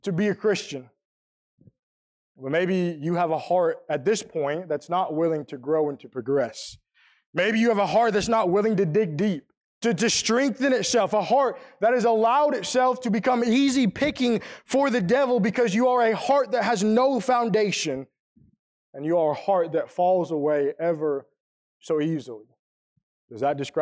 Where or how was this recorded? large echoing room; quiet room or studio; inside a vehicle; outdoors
large echoing room